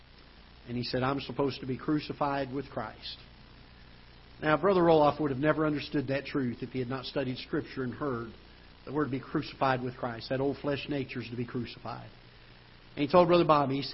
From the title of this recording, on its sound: Ketha Heights Baptist Church ~ Live Broadcast